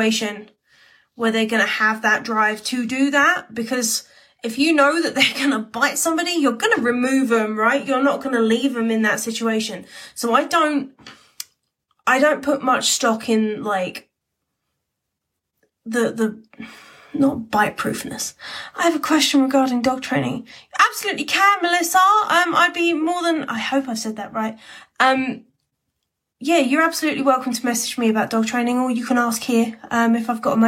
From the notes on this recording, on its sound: This episode comes from an instagram live